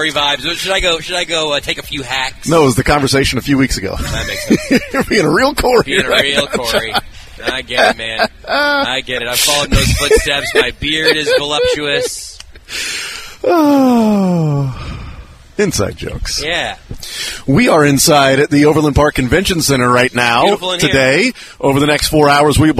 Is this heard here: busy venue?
yes